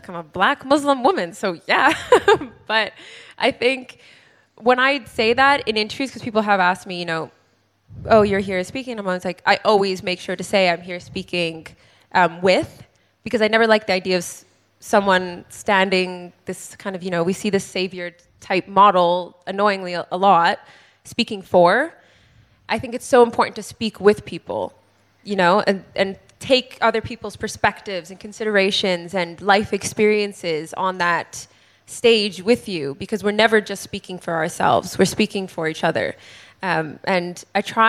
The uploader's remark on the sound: Live recording. This live episode we recorded at Selfridges. It was AMAZING to be surrounded by so many people in the REIGN family to record an episode.